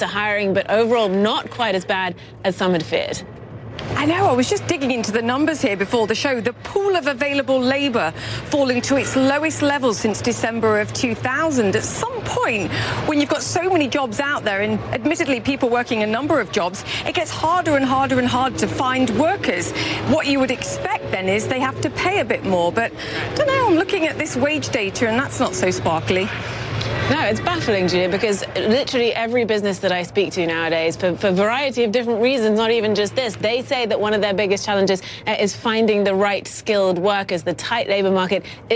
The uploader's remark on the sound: Live from the New York Stock Exchange.